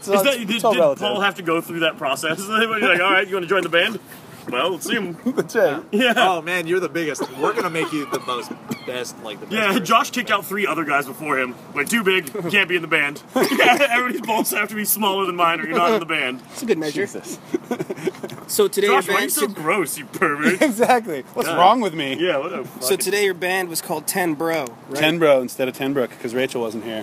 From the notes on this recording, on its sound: This show was recorded entirely in the parking lot at his party. There's a huge number of people talking.